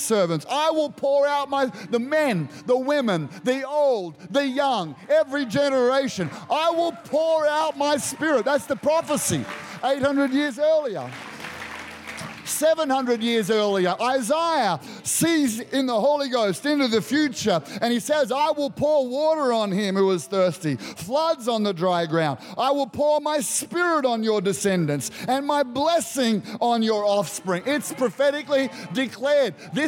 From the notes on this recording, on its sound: Recorded during our 9am service